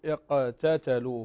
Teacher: هنا القاف مقلقلة، تقلقل هنا قلقلة صغرى